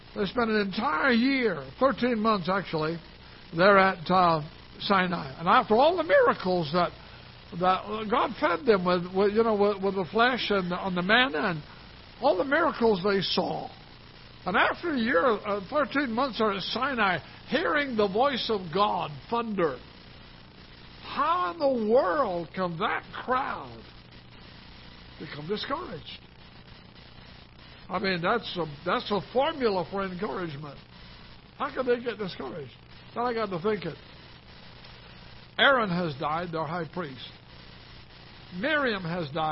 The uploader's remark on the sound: Ketha Heights Baptist Church ~ Live Broadcast